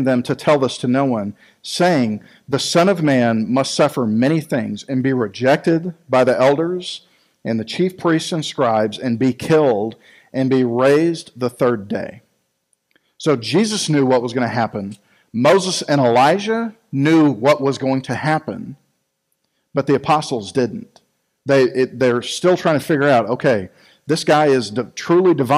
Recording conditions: large echoing room